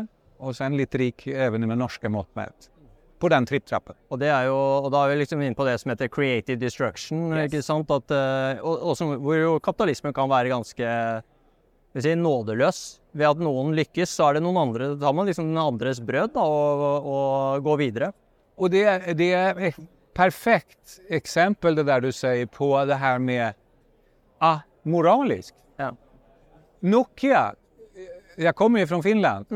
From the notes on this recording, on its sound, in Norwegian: live fra Oslo Business Forum